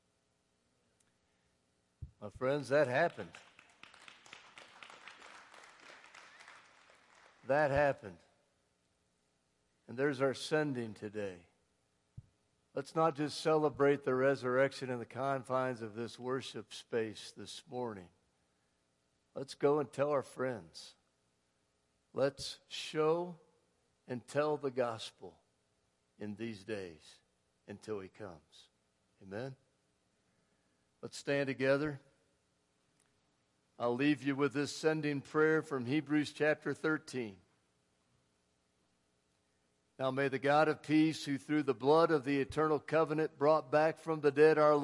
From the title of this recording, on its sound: Woodland Life Church Live